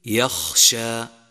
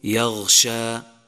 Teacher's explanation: أولا، يجب بيان همس الخاء حتى لا يصير غينا، وخاصة إذا سكن، مثل يخشى، فإياك أن تقول يغشى. فالفرق بين حرف الخاء وحرف الغين هو صفة الهمس، فإذا همست الخاء نطقت بشكل صحيح وإلا كانت غينا.